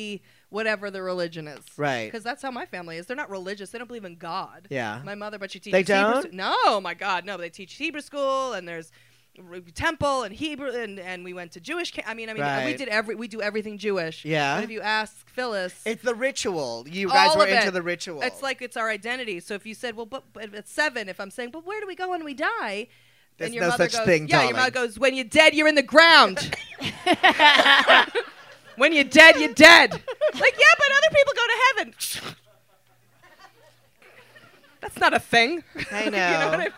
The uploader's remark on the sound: Record their first podcast LIVE at The Improv in Hollwyood. Surrounded by 5 or 6 actual fans and about 35 close frenemies. In front of a live audience.